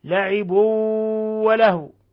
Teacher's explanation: تنوين ضم جاء بعده الواو إضغام بغنة